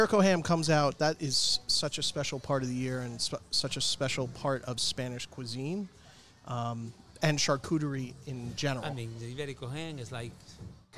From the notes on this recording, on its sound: Table side chat. This podcast was recorded live at Ibizia Kitchen in Chappaqua, NY .